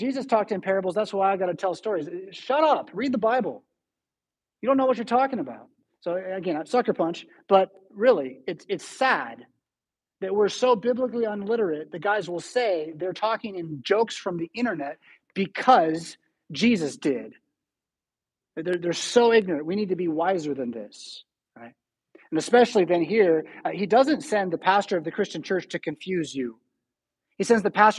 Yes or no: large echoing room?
yes